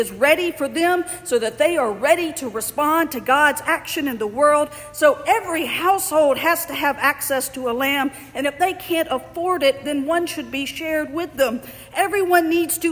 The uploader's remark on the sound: Andrew's Birmingham as they resumed inside, in person (physically distanced) worship this morning. The recording is from the morning service at St.